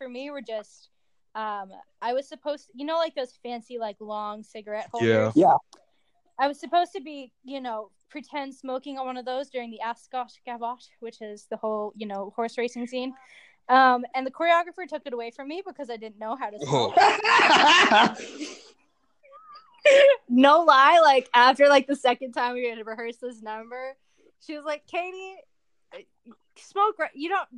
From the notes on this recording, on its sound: This recording session was absolutely riddled with technical problems and a lot got cut.